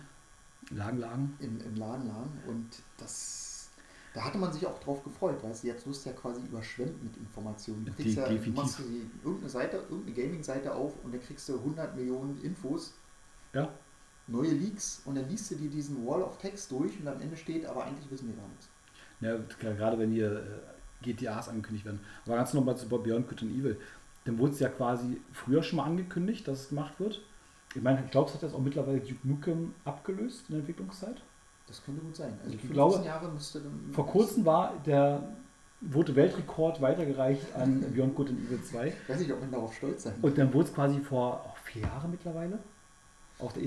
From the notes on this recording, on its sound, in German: Leider ist die Aufnahme recht leise geworden